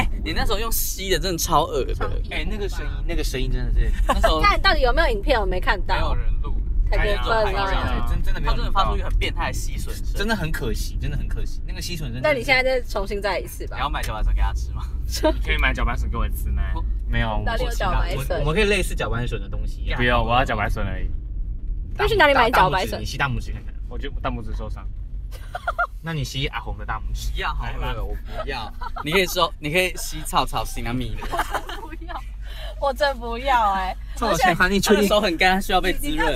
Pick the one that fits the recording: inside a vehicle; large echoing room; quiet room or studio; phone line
inside a vehicle